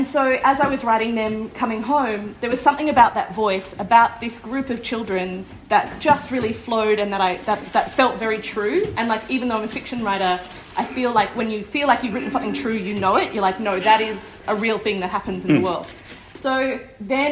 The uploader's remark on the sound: At BRTD Newtown. Recorded live on location at Better Read Than Dead. At the Sydney launch of her debut novel.